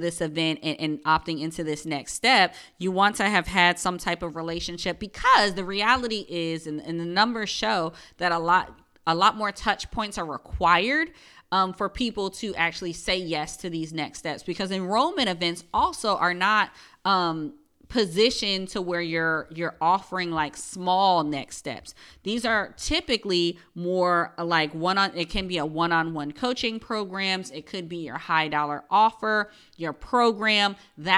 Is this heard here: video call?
no